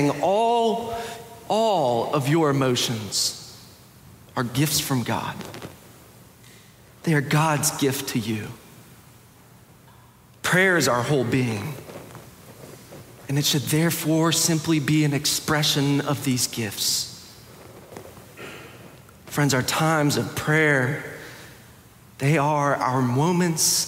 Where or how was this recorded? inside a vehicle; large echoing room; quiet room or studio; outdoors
large echoing room